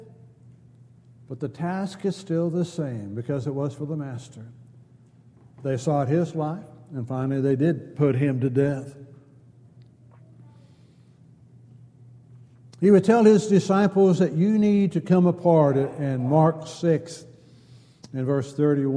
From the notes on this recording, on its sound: Downtown Church Of Christ Audio Sermon